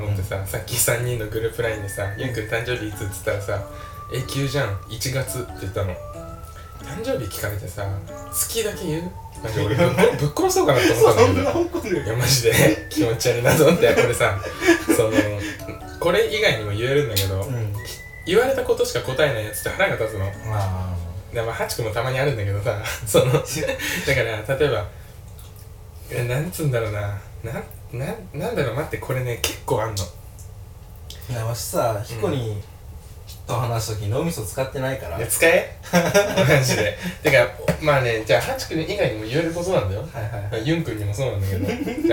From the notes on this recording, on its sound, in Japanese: 誕生日にYeti x を買ってもらってこの回で使うはずだったのですが接続を忘れて生のアイパッド録音になってます。